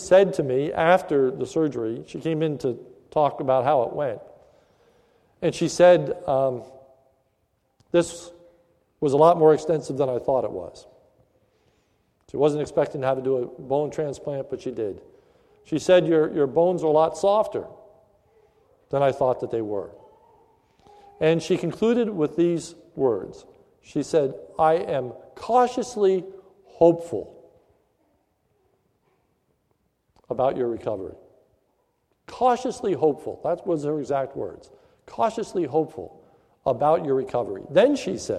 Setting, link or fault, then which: setting, large echoing room